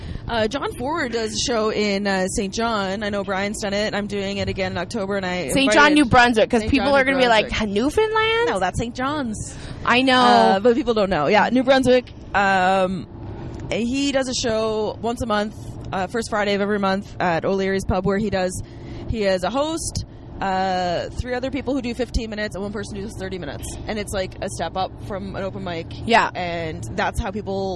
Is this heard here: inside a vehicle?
yes